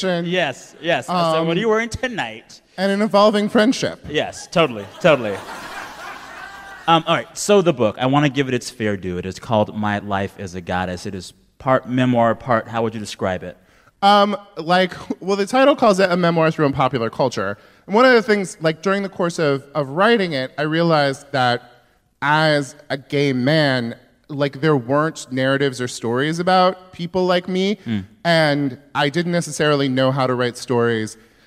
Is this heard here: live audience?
yes